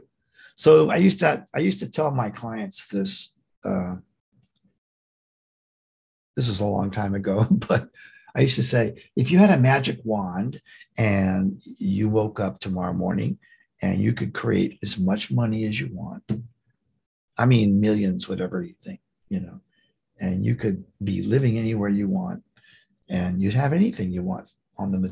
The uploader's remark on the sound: The shows are now all hosted on Zoom.